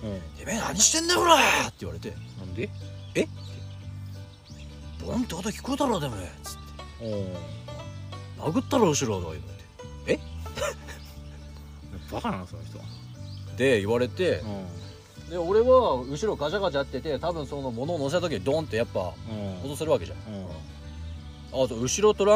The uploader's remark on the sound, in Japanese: 久しぶりに空き地にての収録！収録中に予約を取ることに。。。